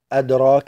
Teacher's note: الدال جاءت في وسط الكلمة فتسمى هذه القلقلة قلقلة صغرى